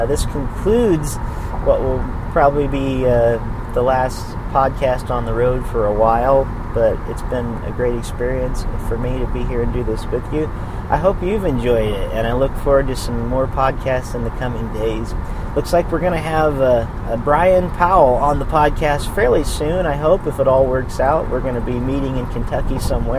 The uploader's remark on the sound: recorded on the road